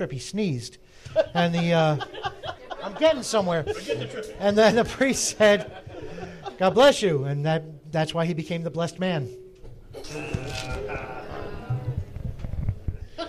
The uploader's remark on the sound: Our first ever live audience recording! The original recording was over two hours, so we cobbled together the first 30 or so minutes of usable recording and here it is!